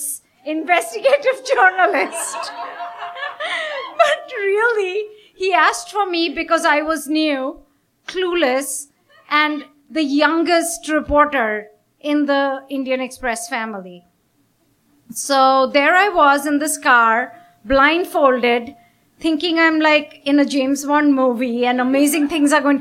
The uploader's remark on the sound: Recorded at a live storytelling event in Burlington